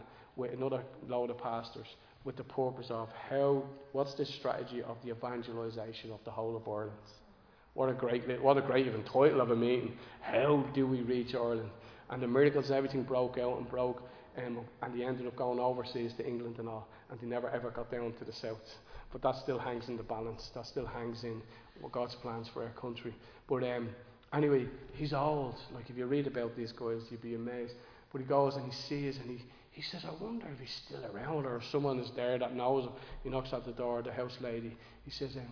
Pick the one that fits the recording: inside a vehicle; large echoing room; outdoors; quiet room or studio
large echoing room